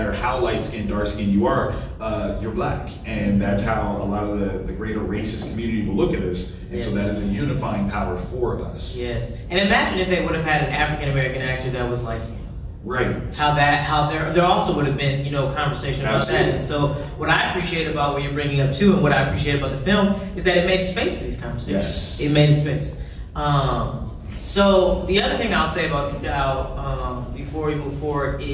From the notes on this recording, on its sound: THE SPECTRUM OF BLACK HORROR panel at Fan Expo 24.